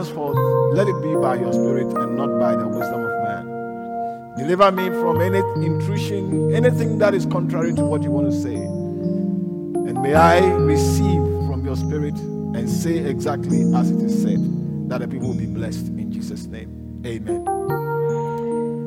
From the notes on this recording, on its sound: preached at LCI Silverlakes